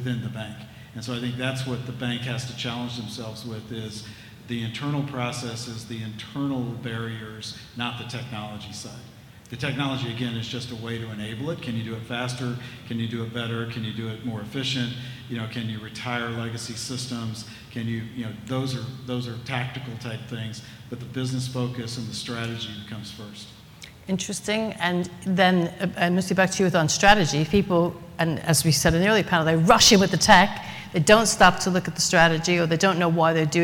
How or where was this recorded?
busy venue